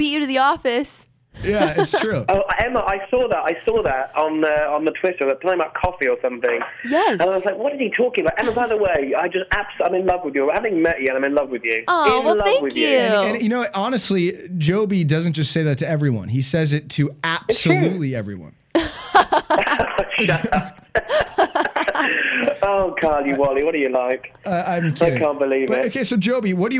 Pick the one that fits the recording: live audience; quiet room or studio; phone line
phone line